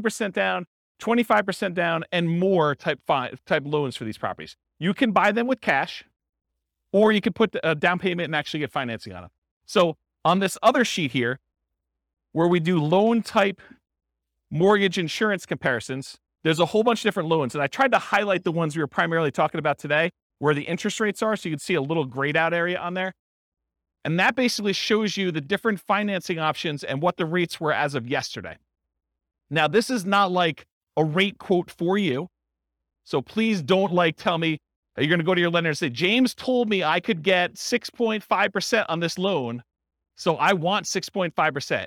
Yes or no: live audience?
yes